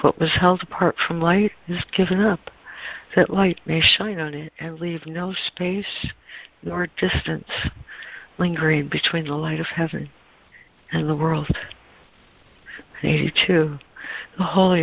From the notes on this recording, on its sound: ACIM Daily Conference Call